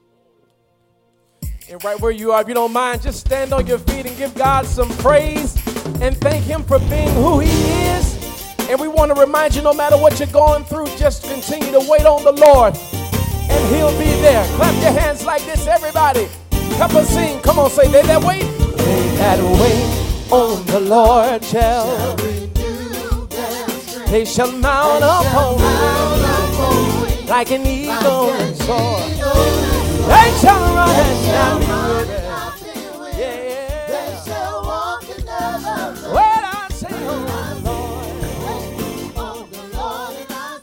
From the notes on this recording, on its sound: live-recording